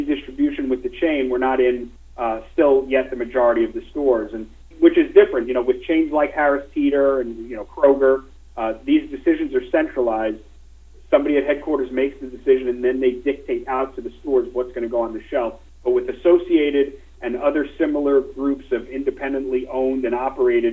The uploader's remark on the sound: Nightfood Investor Conference Call for October 28, 2020 (NGTF)